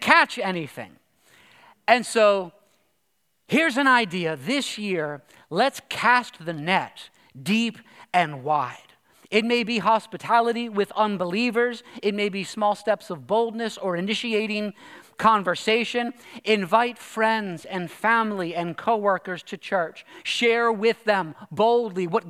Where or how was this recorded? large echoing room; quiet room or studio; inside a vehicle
large echoing room